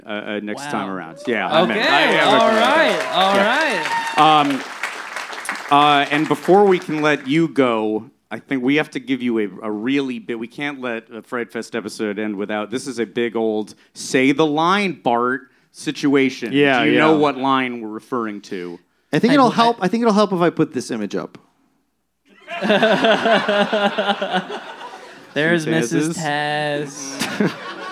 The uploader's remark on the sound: Recorded live at Dynasty Typewriter.